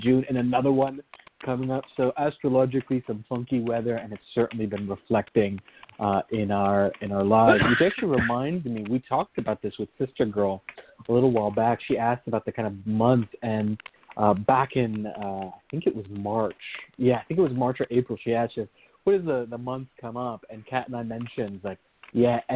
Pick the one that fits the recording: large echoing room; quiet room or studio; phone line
phone line